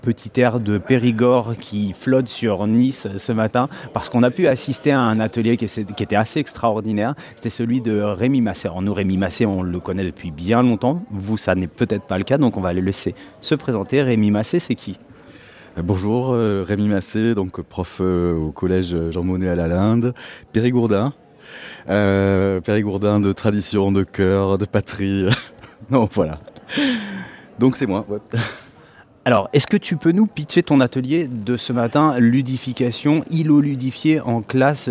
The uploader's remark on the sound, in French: une émission en direct du Collège Jean GIONO de Nice où s’est tenu le deuxième congrès des Professeurs d’Éducation Musicale Connectés